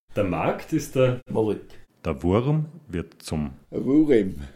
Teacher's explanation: Dies sind Einschiebungen von Vokalen nach R oder nach L im Innenlaut. · Term: Sprossvokale